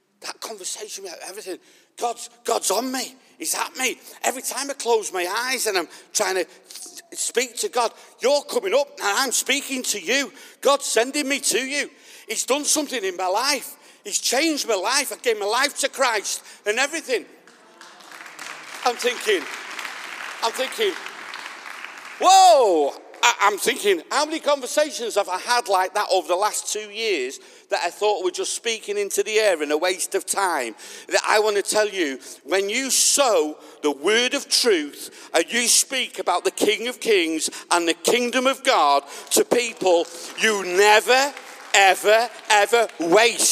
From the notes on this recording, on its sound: This message was recorded at the Lighthouse Manchester on Sunday 20th June 2021